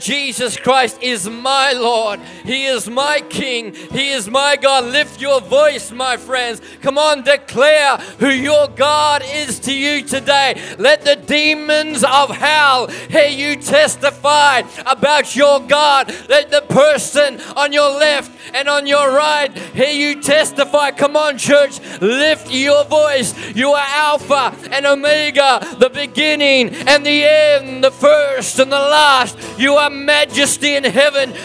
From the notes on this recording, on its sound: This message was recorded on 30/01/2021 during a Prophetic Activation event.